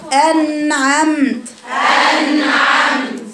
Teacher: لو حرف شديد بتقطعي الصوت، لكن النون هنا فيها توسط يبقى طويل صوتها شويه · Term: التوسط